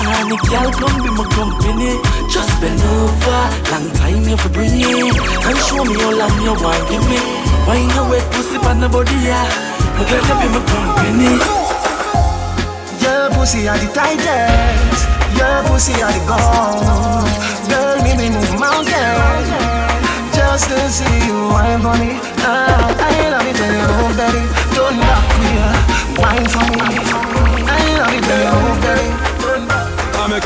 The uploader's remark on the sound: LIVE AUDIO CLIPS FROM FAYAH SUNDAYS HOLLYWOOD. SORRRY ABOUT THE SHORT CLIPS.